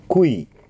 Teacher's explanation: まずウーの音があります。クー、それからイーに変えます